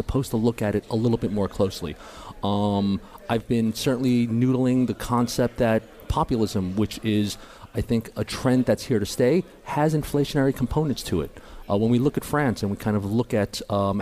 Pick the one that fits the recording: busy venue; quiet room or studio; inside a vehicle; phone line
busy venue